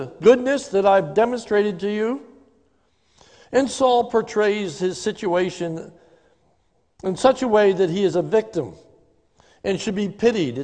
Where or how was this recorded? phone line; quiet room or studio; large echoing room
large echoing room